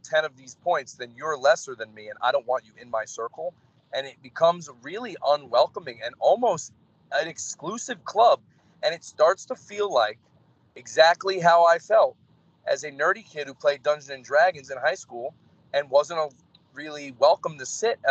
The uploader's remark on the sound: While he was driving back home with a friend.